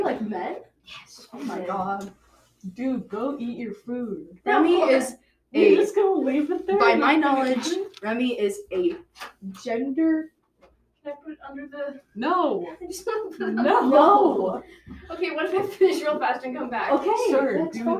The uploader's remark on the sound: We didnt check the mic. Today's episode sounds awful.